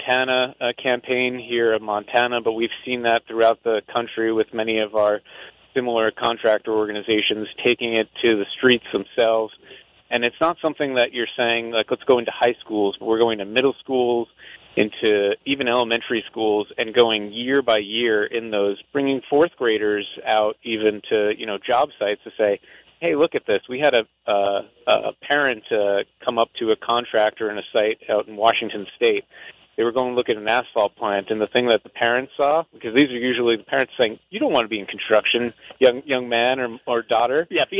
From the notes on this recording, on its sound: Builders Discuss Blueprint for Labor Shortage at Convention. We broadcast live from the Montana Contractors.